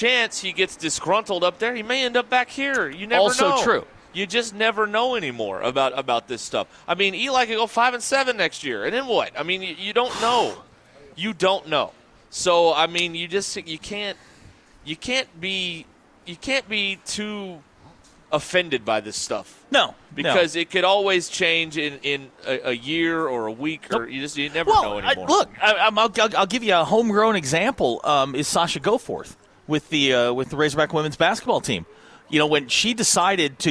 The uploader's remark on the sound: The guys are live at Gellco Outdoors in Fort Smith